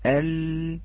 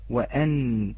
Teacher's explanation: موضع رأس اللسان الذي يتصل بفويق الثنايا العليا وهو في اللثة الثنايا يكون اللام أعلى والنون تحت منه